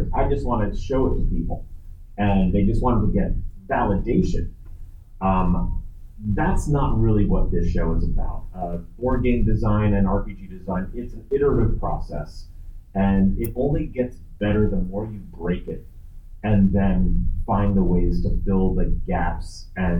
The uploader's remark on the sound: Recorded at Metatopia 2023